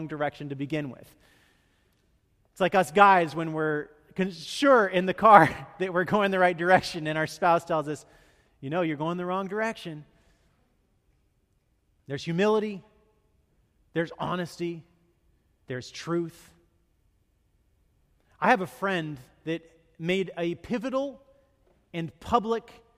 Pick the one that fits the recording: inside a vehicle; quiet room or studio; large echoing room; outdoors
large echoing room